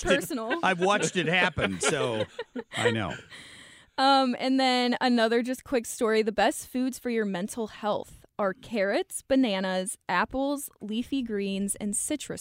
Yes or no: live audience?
no